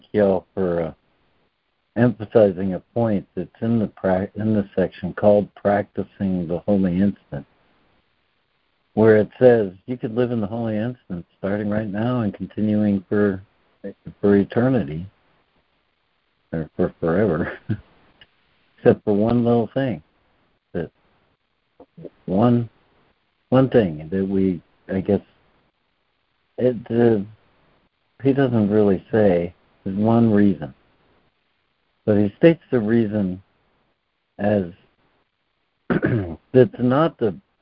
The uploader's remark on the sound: ACIM Daily Conference Call